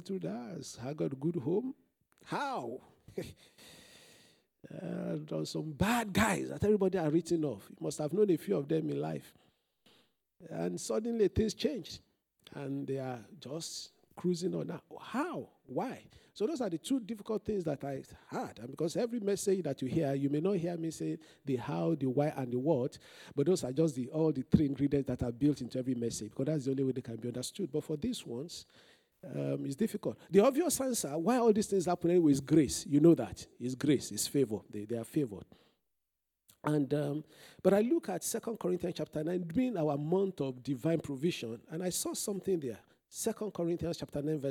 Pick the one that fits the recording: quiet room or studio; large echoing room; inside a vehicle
large echoing room